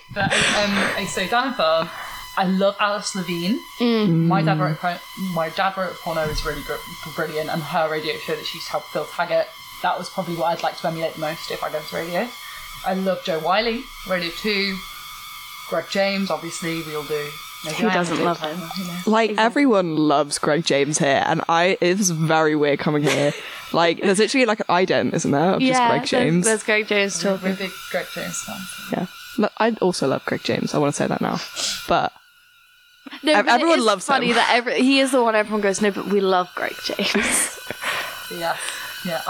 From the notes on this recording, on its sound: Apologies for the audio not being as good as usual, there were some technical difficulties.